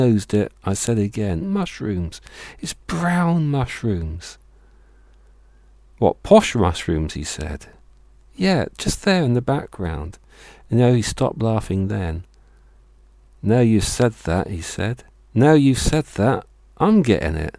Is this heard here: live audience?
no